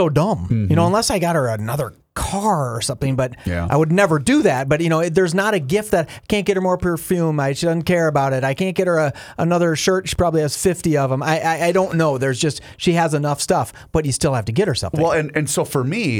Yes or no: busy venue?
no